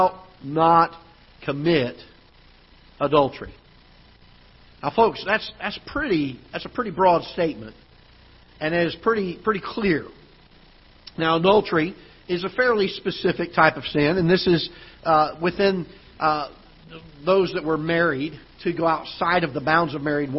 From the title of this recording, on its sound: Ketha Heights Baptist Church ~ Live Broadcast